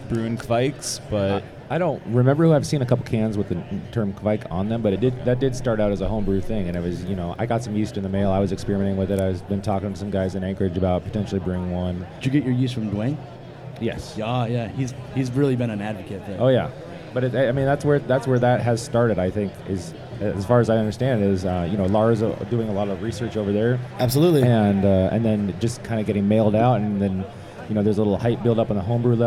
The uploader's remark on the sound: Live at HBC. Recorded live on the floor of Homebrew Con 18.